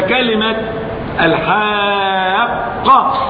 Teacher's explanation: أصلها بقافين، قاف ساكنة وأخرى متحركة، الحاقة أصلها كذا، أضغمت الأولى الساكنة، تلاحظ أن الأولى الساكنة ساكنة بعد حرف المد الساكن، هذا هو السكون الأصلي، أضغمت في القاف بعدها متحركة فأصبحت القاف مشددة لأنها بحرفين.